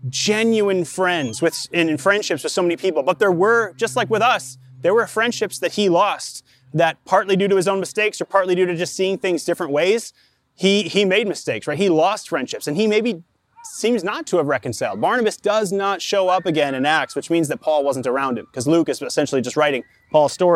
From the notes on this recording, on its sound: Delivered live in the park, at Capital City Church, in St. Paul, MN.